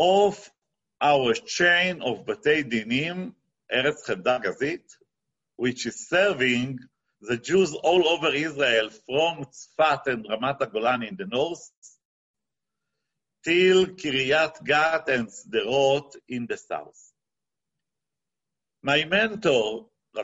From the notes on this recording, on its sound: this ZOOM presentation